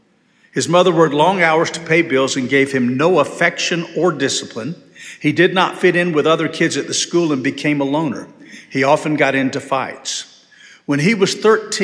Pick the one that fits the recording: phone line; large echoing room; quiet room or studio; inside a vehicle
large echoing room